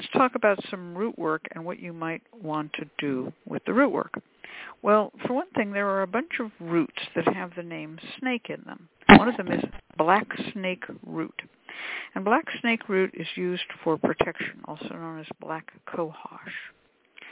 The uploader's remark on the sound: The Lucky Mojo Hoodoo Rootwork Hour is a real, live call-in show where the general public gets a chance to ask about actual problems. Discussion Panel.